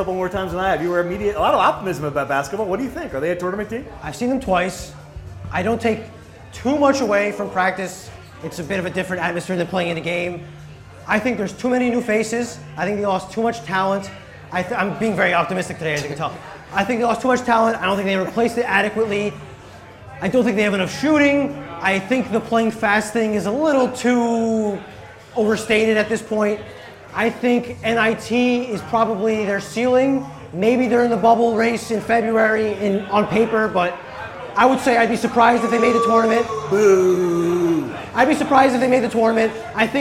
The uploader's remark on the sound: Rutgers Rant LIVE. The Rutgers Rant hosted its first live episode on Thursday night in New Brunswick. Answered questions from the crowd.